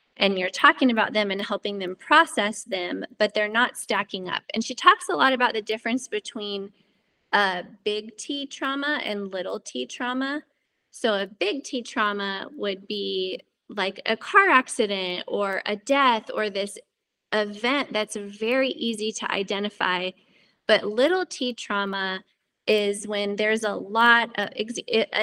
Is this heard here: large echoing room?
no